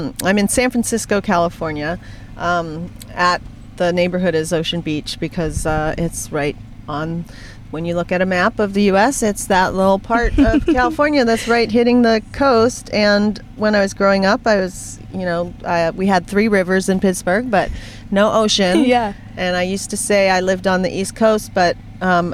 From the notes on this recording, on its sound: from my car!